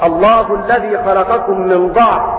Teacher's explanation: وشعبة وحمزة يقرآن بفتح الضاد الله الذي خلقكم من ضعف، هكذا في مواضعها الثلاثة.